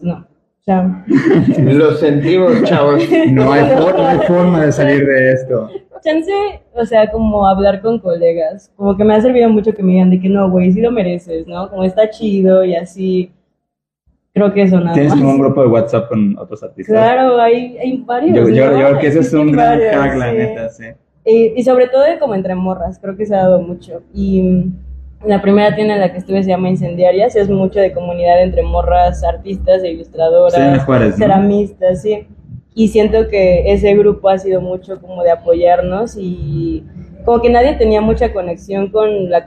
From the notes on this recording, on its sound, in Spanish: MINIsodio #60 que armamos en el Festival Rayón 2023. Desde House of Vans CDMX.